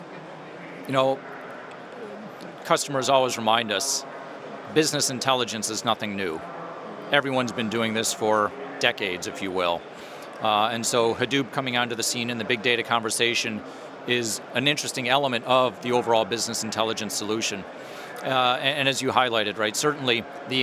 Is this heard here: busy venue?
yes